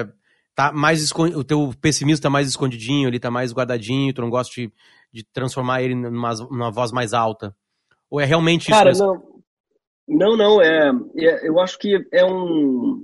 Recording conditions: video call